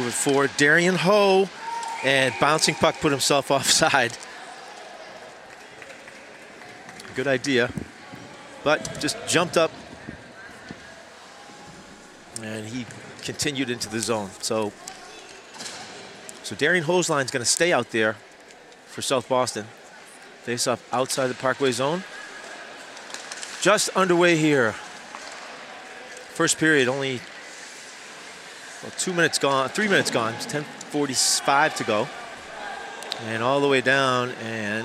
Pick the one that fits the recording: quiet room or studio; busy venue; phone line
busy venue